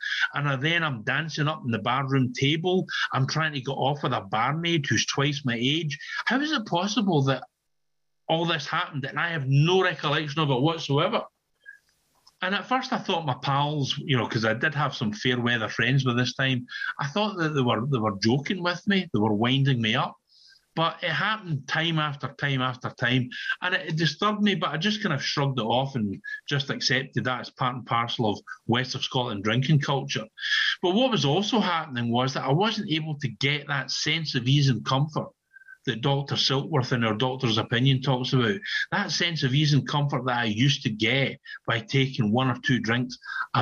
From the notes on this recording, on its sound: on zoom at the Magical Mystery Tour meeting in July of 2022